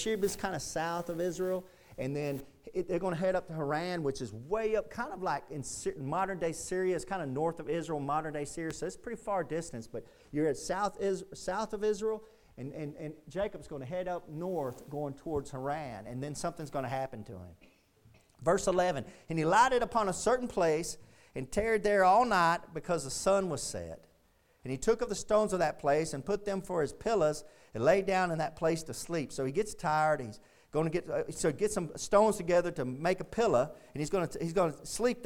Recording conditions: large echoing room